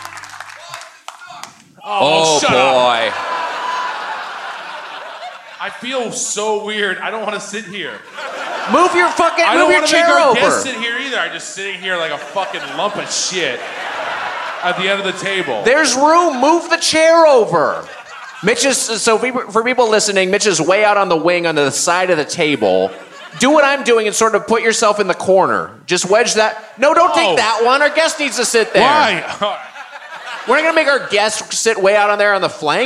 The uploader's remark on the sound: Recorded live at the Gramercy Theatre in NYC.